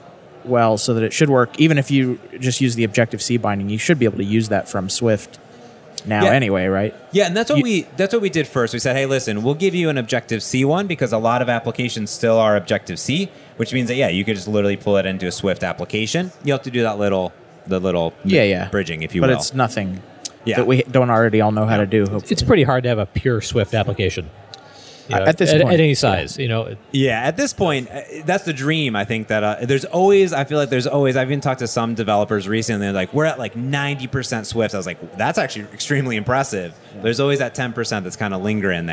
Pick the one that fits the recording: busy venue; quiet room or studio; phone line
busy venue